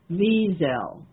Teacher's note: S is pronounced like a Z, but the accent is equal on both syllables, Wiesel. So it's easy to then, you know, put more emphasis on the last syllable than you should.